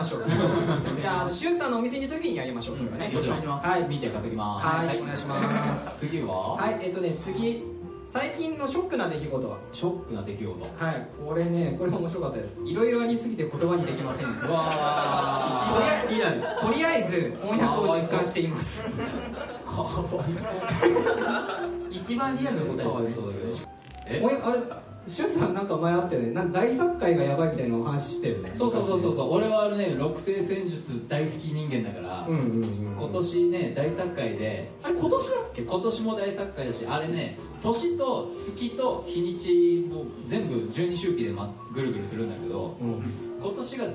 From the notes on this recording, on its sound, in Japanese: 行われた公開収録の模様をお届けします！当日ご来場いただいたお客様にアンケートをお配りし。